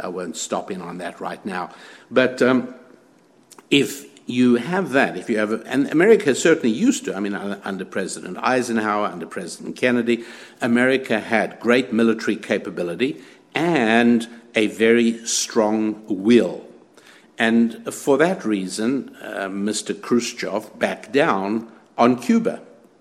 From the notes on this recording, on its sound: At the Conservative Political Action Conference in Orlando, Florida noting the very large crowd of optimistic enthusiasts and meeting many listeners to this show.